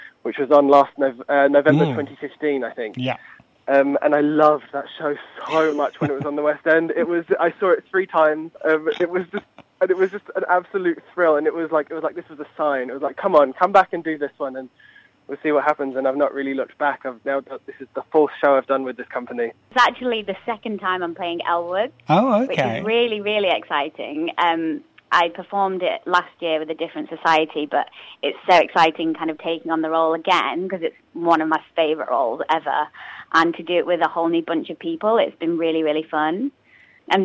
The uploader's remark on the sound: is joined on the phone